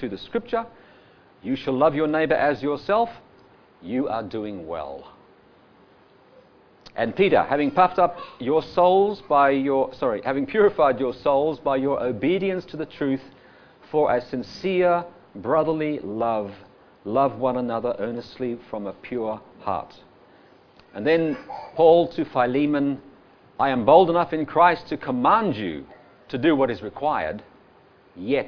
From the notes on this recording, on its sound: Audio sermon recorded live from the King's Way Christian Fellowship Church Camp 2019 at Phillip Island, Australia.